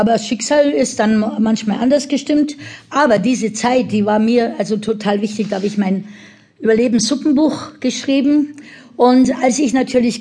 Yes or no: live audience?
yes